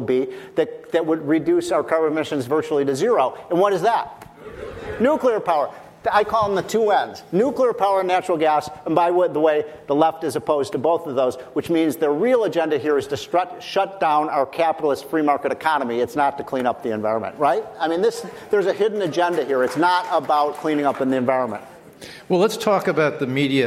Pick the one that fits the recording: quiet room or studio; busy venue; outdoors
busy venue